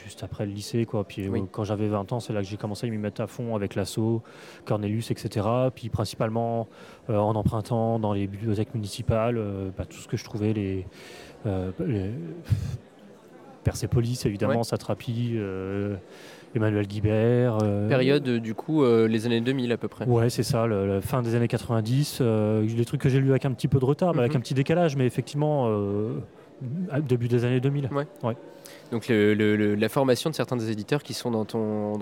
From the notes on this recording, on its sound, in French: Une discussion enregistrée lors de la 11ème édition de Formula Bula, centre névralgique de la BD alternative le temps d'un week-end.